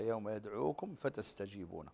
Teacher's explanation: الميم مع الفاء فتنتبه لقرب المخرج وعليه فحكمها هنا الإظهار فتقرأ مظهرة